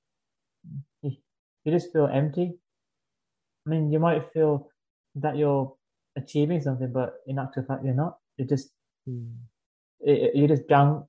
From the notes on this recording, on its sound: This was recorded via Zoom and you may notice some varying quality in the episode. Talking seems to speed up.